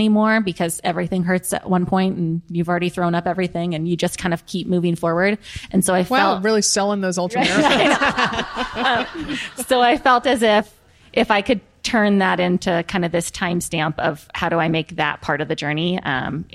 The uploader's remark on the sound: Live w/ a P.T. from the Central Oregon Retreat. This recorded-with-an-audience episode.